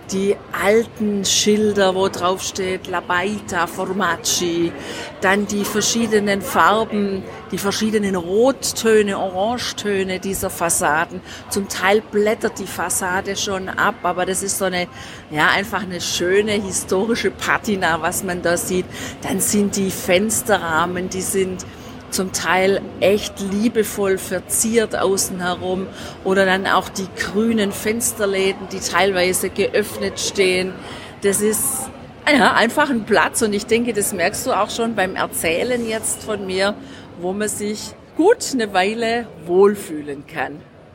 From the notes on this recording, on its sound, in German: Bologna. Wir sind live mit dir unterwegs im Centro storico der wunderschönen italienischen Stadt am nördlichen Apennin. Direkt vor Ort.